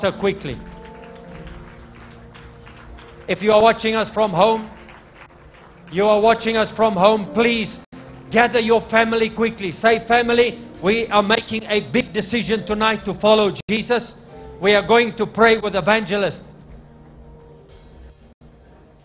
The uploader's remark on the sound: LIVE MID WEEK SERVICE| ECG CHURCH